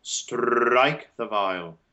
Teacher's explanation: the tongue is already set for the S, the first initial unvoiced S, and it kind of passes through the R quickly · Term: rolled